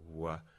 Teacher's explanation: So in this case, making a wa, your lips really do come forward a bit, they come close, and they make a little round circle. It's sort of a kiss like structure, right? · the back of the tongue is coming up towards the velum, hence labial velar.